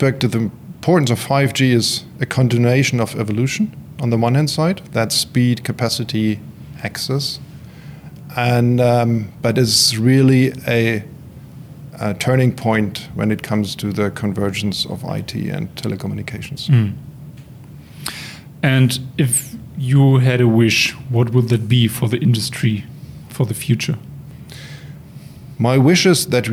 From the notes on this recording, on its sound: At the connect conference 2022 in Dresden